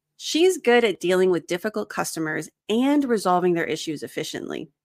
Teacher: I emphasized and. So I'm trying to say she's got double the skills. It's not just dealing with them, but she also resolves their issues.